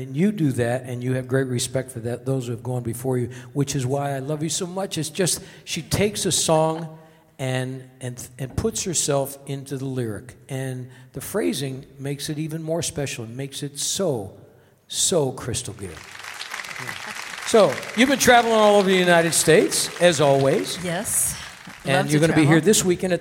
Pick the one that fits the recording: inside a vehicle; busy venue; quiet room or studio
busy venue